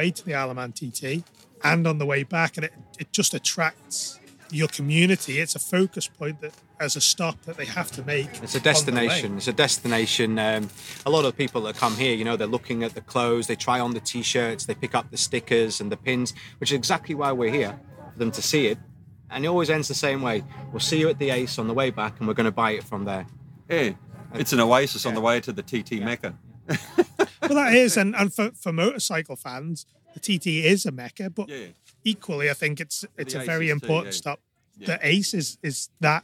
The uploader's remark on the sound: Recorded live in the paddock.